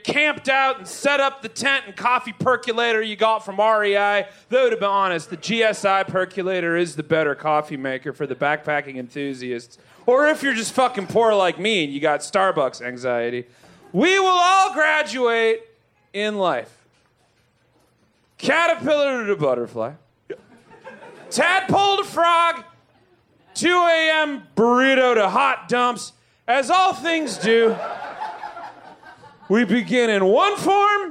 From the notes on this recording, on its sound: Recorded LIVE at Chicago’s Historic Green Mill Lounge.